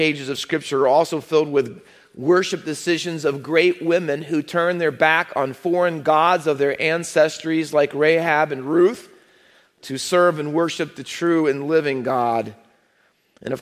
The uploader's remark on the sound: Faith Baptist Church in Hamilton, NJ.